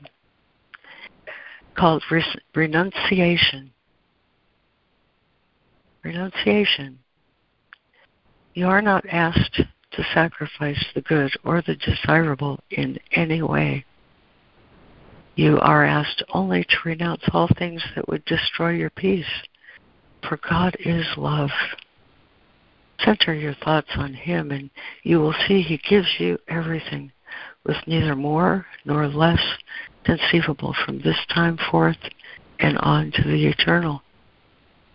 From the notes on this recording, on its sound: ACIM Daily Conference Call.